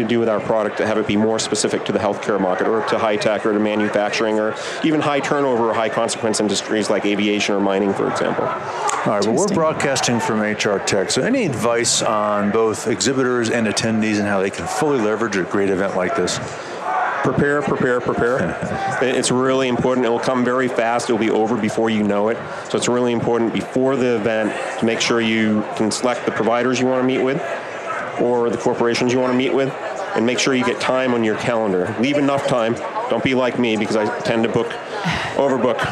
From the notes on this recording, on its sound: LIVE from Las Vegas, at #HRTechConf